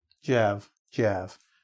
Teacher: Remember the D changes to a J and the have just becomes V. Right? So that have just disappears and becomes the V sound.